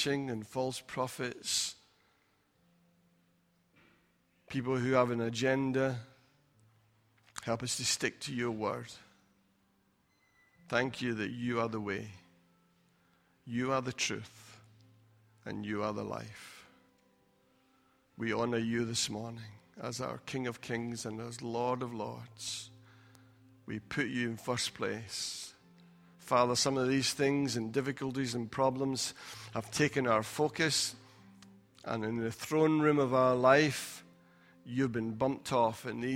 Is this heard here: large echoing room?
yes